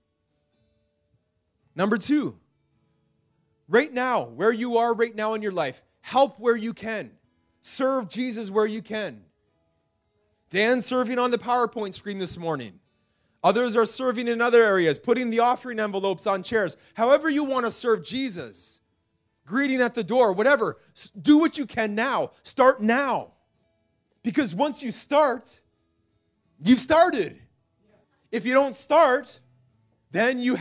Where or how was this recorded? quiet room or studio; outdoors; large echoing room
large echoing room